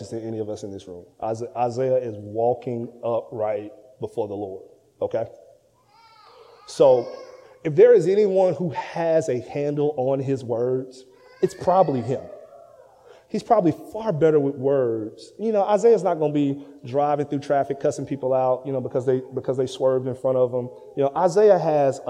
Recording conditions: large echoing room